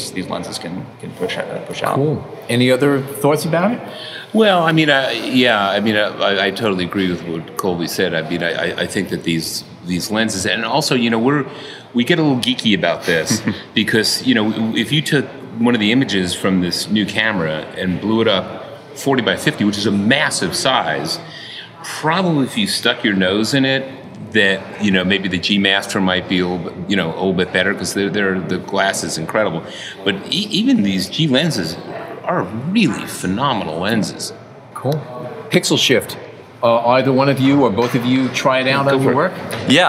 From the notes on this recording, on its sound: We took our portable recorders to an elegant mansion along Central Park, which had been decked out by Sony as a series of stylized photography sets, complete with full lighting, backdrops, and models. They also happened to have on hand many brand-new Sony Alpha a7R IV Mirrorless Digital Cameras and hundreds of lenses for the guests to shoot with in these mini studios.